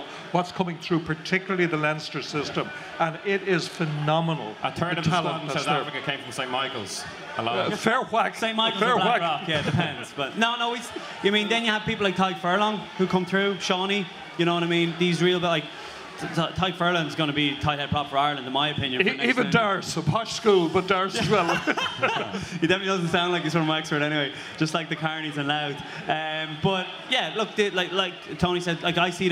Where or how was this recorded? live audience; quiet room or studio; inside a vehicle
live audience